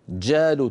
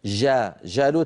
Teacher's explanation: لابد من نطق الشدة، صفة الشدة في الجيم · Shown in: first take · جا حبس الصوت جالوت، ولا تنطقيها كالعامية جا جالوت، هذه لا تصح، والباقي كان ممتاز.